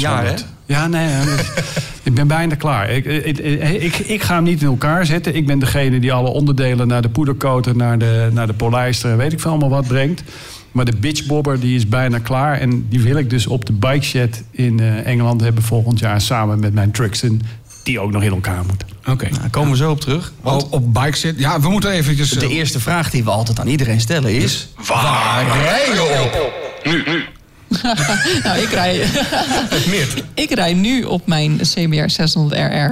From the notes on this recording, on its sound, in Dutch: Onze jubileumaflevering met publiek.